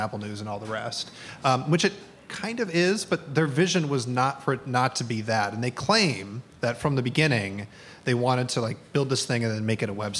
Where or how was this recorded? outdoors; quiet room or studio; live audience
live audience